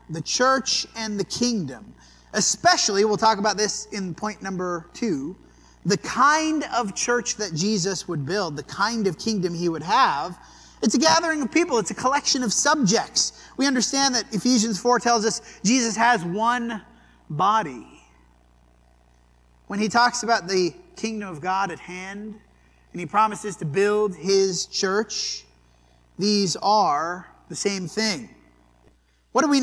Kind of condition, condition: setting, large echoing room